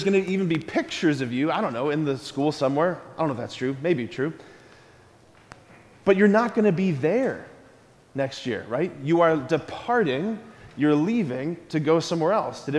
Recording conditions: large echoing room